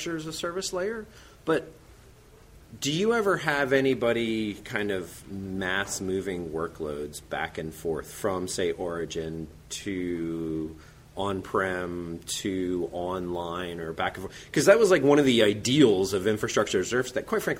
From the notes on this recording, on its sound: Live from Red Hat Summit.